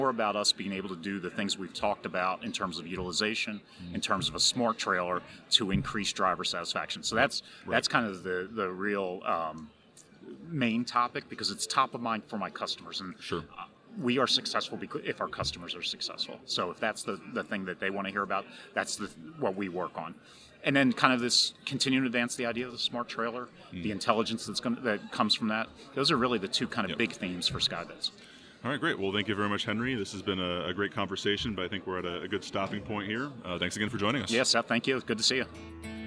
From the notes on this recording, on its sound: we head to American Trucking Association’s 2019 Management Conference & Exhibition